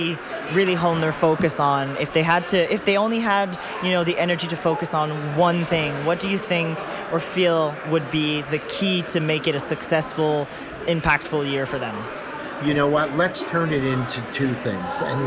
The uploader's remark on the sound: Live From The Salon Owners Summit 2023